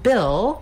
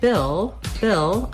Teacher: we have the vowel ih, which is a lax high front vowel.